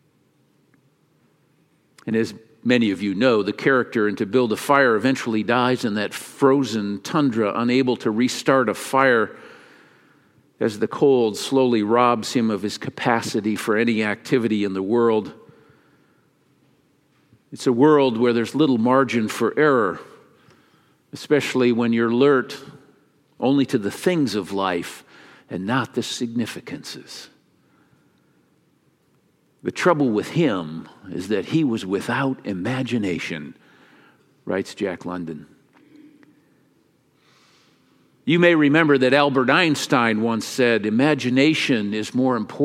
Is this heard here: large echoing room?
yes